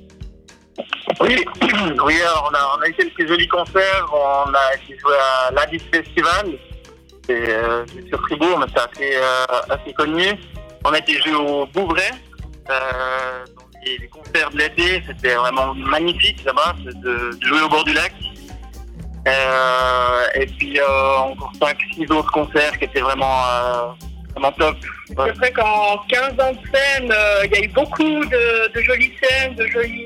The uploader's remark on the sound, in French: Interview (par téléphone). La technique ne nous remercie pas et le studio est resté dans son jus !